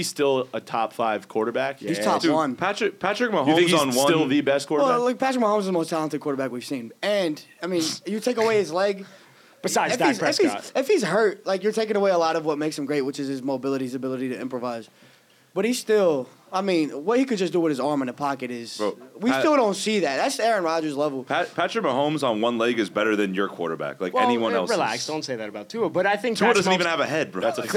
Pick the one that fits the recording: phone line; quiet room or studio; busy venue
busy venue